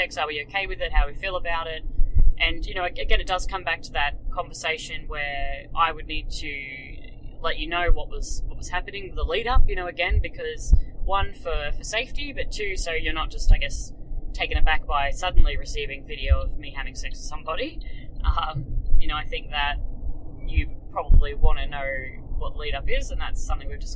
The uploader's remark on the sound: recorded in the car